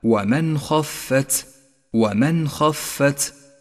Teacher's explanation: المثال التالي عند قوله تعالى ومن خفت، لاحظ أولا حكم الإظهار بين النون الساكنة وحرف الخاء، حيث تظهر النون الساكنة إذا جاء بعدها حرف الخاء. ثم لاحظ تفخيم حرف الخاء، فهو حرف استعلاء مفتوح يحتاج إلى تفخيم، خ ومن خفت.